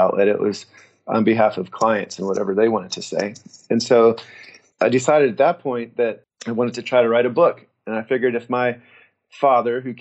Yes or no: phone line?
no